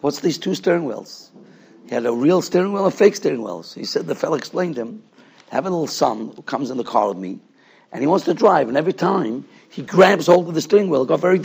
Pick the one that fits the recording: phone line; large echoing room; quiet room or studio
large echoing room